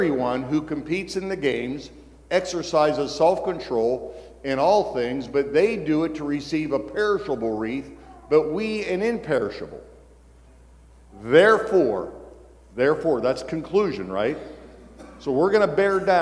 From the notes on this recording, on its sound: Every February, pastors and leaders from around the country gather together at our leadership conference. One of the recordings from our 2023 Leadership Conference.